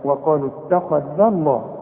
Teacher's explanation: مدام الذال هنا مفتوحة يبقى لفظ الجلالة مفخم لو الحرف مكسور يبقى انرقق لفظ الجلالة هنا الذال مفتوحة فلفظ